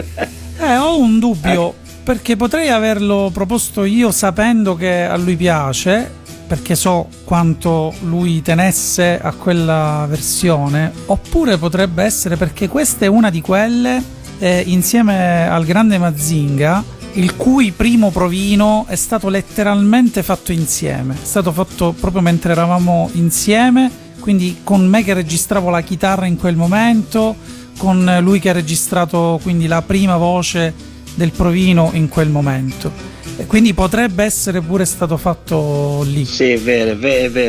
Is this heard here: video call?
no